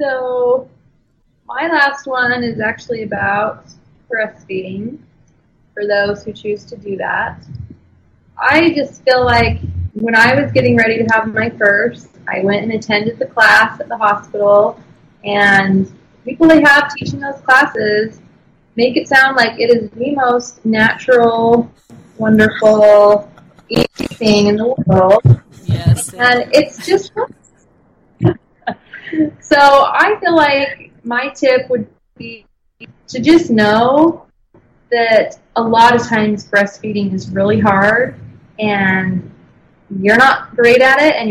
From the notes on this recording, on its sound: The audio quality isn’t perfect